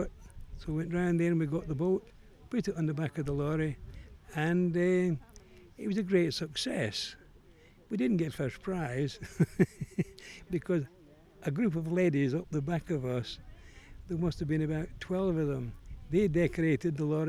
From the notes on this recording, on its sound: Recorded at our Heritage Open Day back in 2019